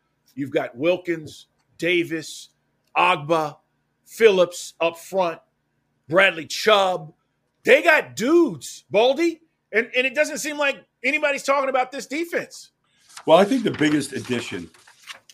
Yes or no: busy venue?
no